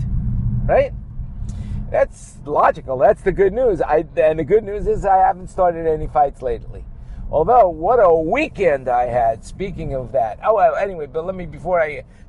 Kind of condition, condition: setting, inside a vehicle